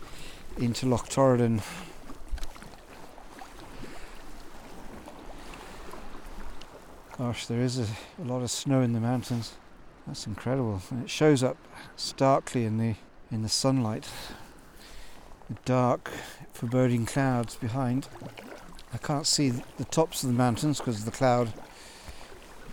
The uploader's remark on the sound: I recorded this live while sea kayaking up the west coast of Scotland. Paddling Into Loch Torridon.